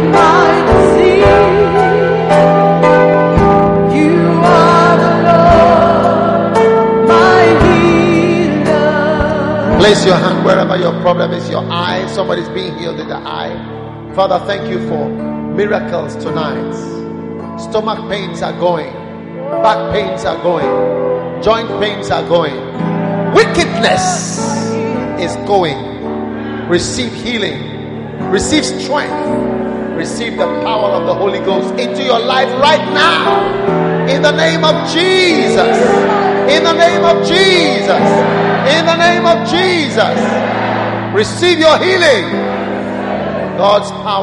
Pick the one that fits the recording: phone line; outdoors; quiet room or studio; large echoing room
large echoing room